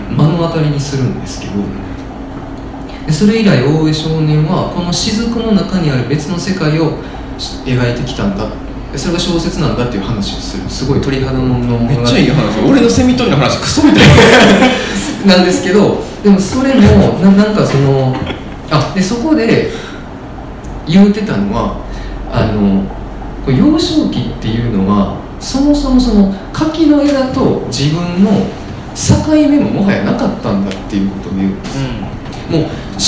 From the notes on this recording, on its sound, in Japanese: 8/4に開催した『微花』×『つち式』のトークイベント（恵文社一乗寺店）の音声。